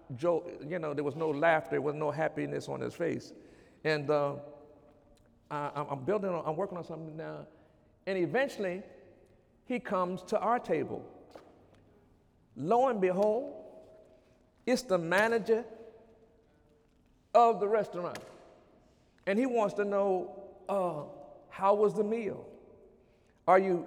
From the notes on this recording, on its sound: During Sunday morning service on May 7, 2017